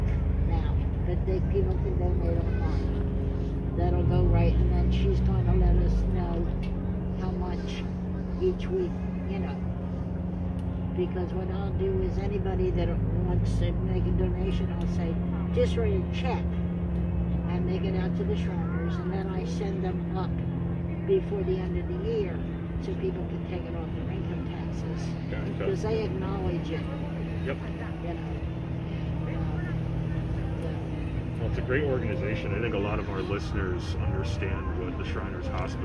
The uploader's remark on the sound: In this episode we go live on location at the Christmas light display by a Brother Shriner called “Wonderland at Roseville”